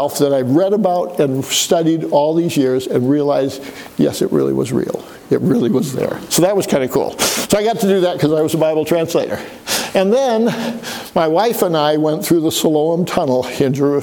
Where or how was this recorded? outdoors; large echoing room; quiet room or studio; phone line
large echoing room